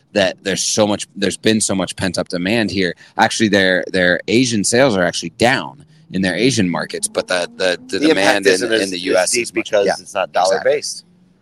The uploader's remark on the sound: We’re live from Used Car Week 2023 in Phoenix